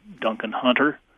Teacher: the emphasis on the first syllable with less emphasis on the second